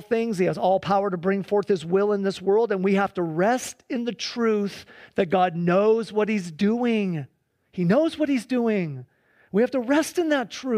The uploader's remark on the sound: Please enjoy this Sunday church service livestream